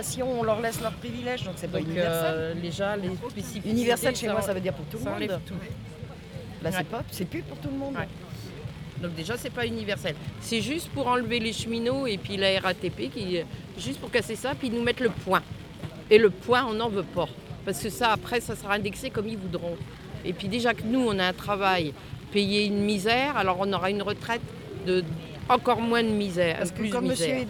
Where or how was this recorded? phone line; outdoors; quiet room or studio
outdoors